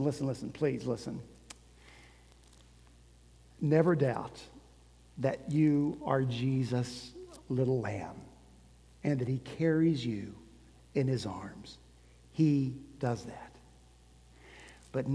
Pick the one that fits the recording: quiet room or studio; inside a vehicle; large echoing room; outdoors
large echoing room